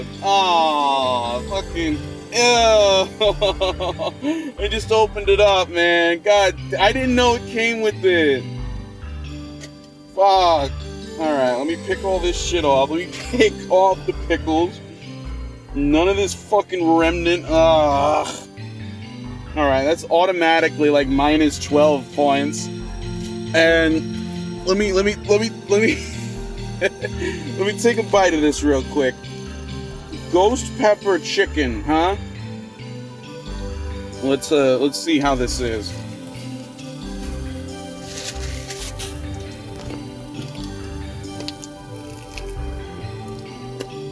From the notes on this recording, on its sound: live from the Wendy's drive-through